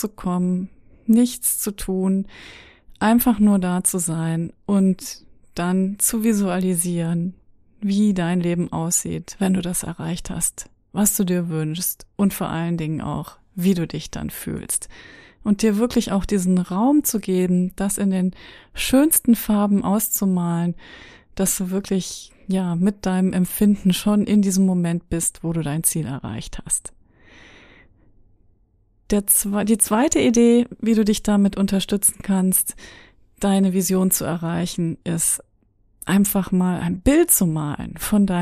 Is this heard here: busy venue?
no